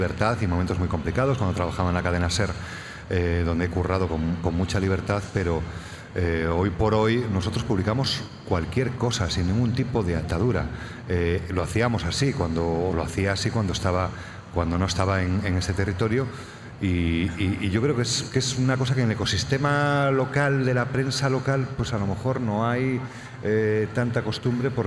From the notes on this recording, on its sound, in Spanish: Episodio especial grabado en directo en el Festival de las Ideas y la Cultura celebrado en A Coruña.